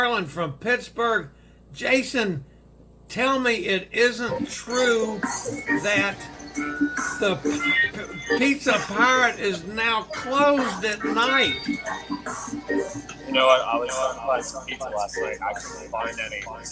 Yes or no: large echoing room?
no